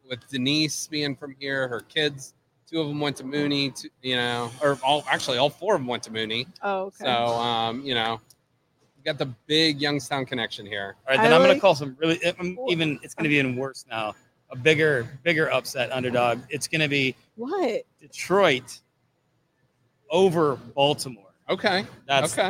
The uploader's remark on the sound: broadcast live from Penguin City Brewing!